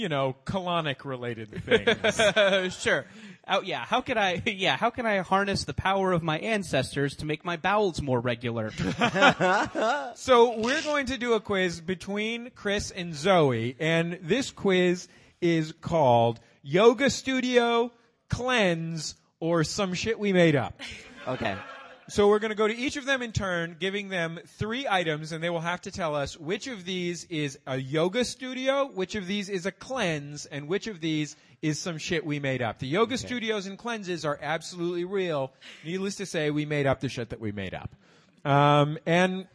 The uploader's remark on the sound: Live at the LA Podcasting Festival. A live episode taped at the LA Podcasting Festival.